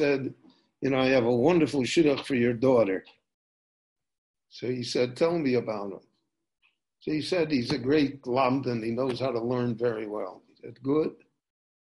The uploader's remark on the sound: This lecture was recorded LIVE via Zoom in Jerusalem on July 19, 2020.